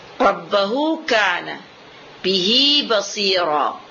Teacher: ini adalah mad fi halatul wasl dunal waqf. Karena waktu kita berhenti dia akan mahdhuf, tidak ada madnya.